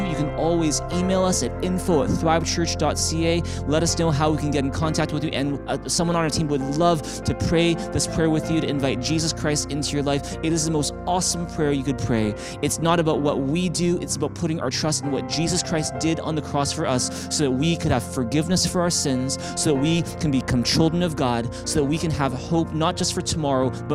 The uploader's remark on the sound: Streamed on January 10, 2021 at THRIVE Church Vancouver, Canada. Church Online is a community based in Greater Vancouver Area.